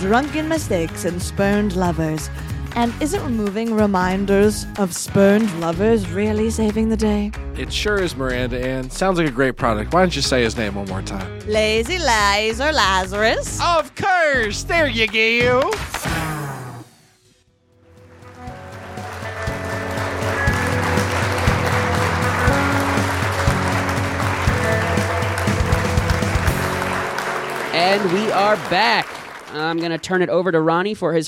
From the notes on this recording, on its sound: Recorded at Improv Asylum in Boston Massachusetts.